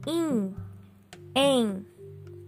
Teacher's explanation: Viu como na hora que você falou o in e o em, o seu nariz vibrou aqui, o arzinho tentando passar por onde você fechou a passagem? · Term: vogal nasal